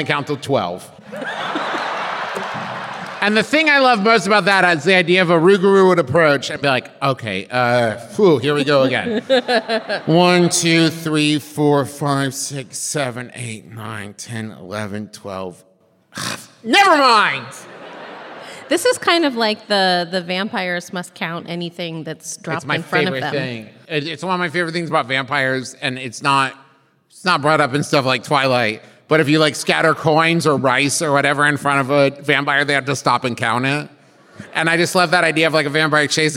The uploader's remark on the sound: This week’s episode is the LIVE show from Cincinnati, OH!